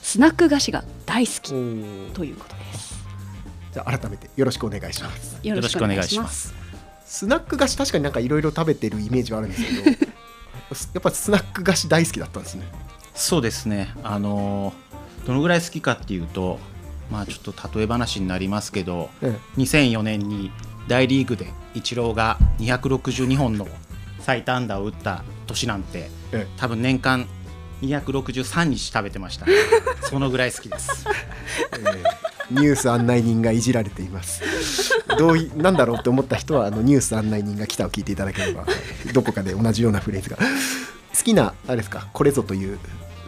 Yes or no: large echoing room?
no